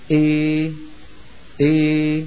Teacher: تخرج بفتح الفم، إي تخرج بخفض الفك السفلي، إي فإذا فتحت فمي نصف فتحة وخفضت فكي نصف خفضة في نفس الوقت نتج هذا الصوت إي، هذا الصوت تسميه العرب الألف الممالة، وهو صوت فصيح مستخدم في قبائل عربية طويلة عريضة، منها هذيل وبني تميم وغيرهم من القبائل كانوا في الماضي يتكلمون بالإمالة. · نتج من خلط صوت الألف بصوت الياء بنسبة 50% إلى 50%